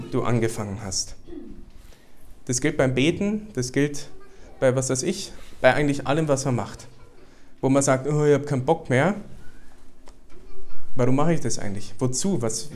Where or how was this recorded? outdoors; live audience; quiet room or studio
live audience